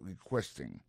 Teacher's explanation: Dans le mot requesting là, ouais, accent tombé sur le deuxième syllabe